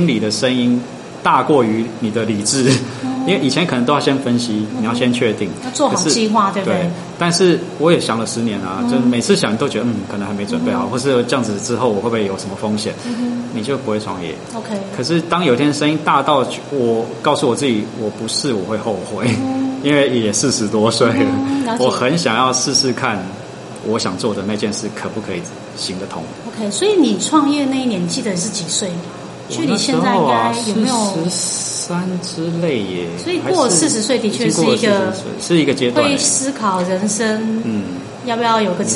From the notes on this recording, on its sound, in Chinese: 因為收音環境有點白噪音 請多包涵